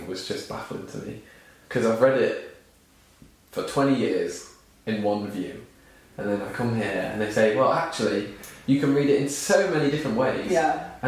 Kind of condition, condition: fault, poor sound quality